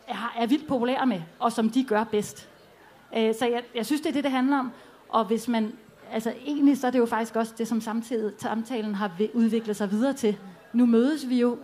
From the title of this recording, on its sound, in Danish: LIVE fra Aarhus Festuge